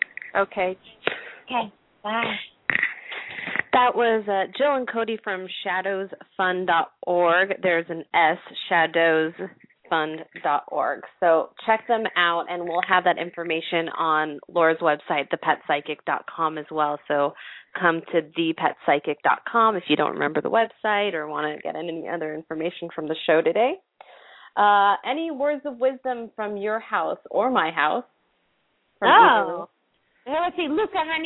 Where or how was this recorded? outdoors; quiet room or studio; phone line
phone line